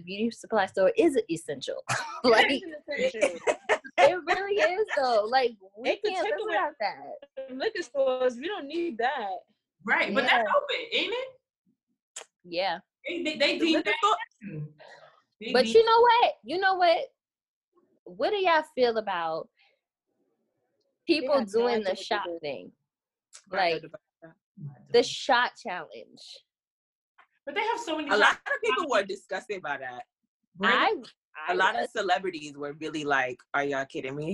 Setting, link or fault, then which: link, video call